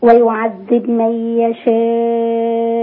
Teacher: باء ساكنة مقلقلة. ما تنطقش الضمة. ضمة مش عند ورش.